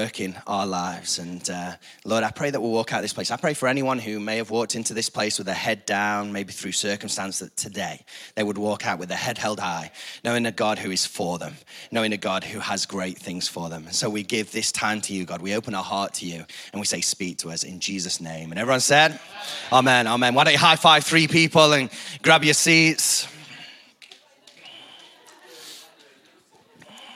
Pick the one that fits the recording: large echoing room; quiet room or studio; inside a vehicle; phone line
large echoing room